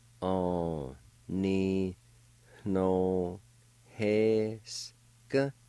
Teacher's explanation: the N with the O has nasalized sound to it